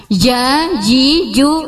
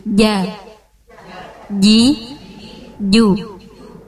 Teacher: Ah, kalau ja tidak boleh becek. Jimi, ji, tidak boleh ada nafasnya. · Shown in: second take · Ja, ji, ju, itu ada nafas.